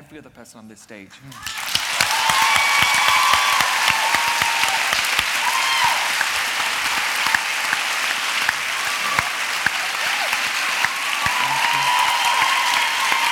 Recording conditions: live audience